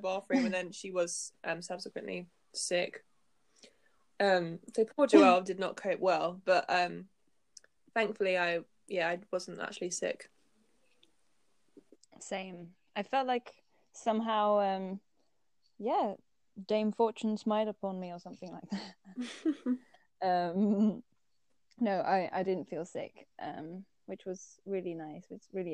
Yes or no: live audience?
no